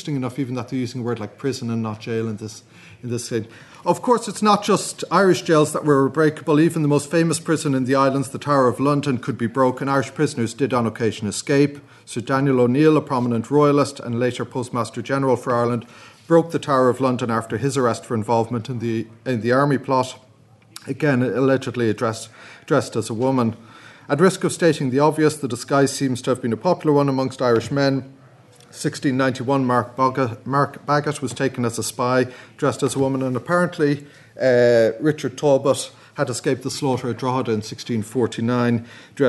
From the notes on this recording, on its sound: at the 2022 Tudor and Stuart Ireland Conference